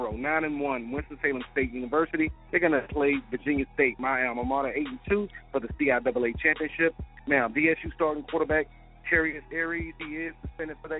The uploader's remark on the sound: Live from Durham's Blue Coffee Cafe